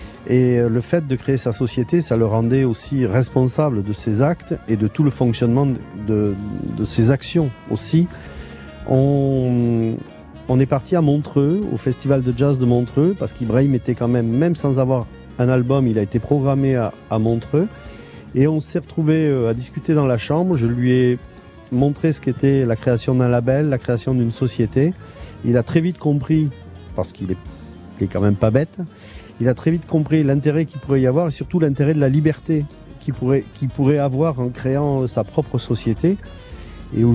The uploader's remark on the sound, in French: Bercy. Ce matin, on réécoute des extraits du concert qui a réuni quelques 500 musiciens, amateurs et professionnels. Son public, qu'on a interrogé à la sortie du concert. En direct des coulisses l'Accor Arena.